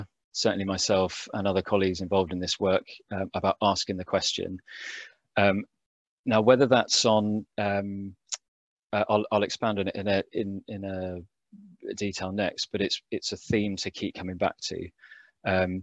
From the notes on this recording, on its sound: A recording from the Supporting Veteran Health in Primary Care webinar on 26th January 2021.